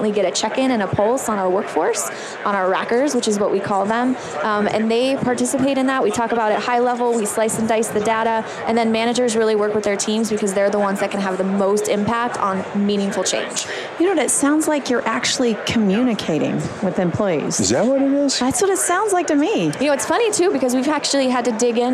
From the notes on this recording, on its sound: LIVE from Las Vegas, at #HRTechConf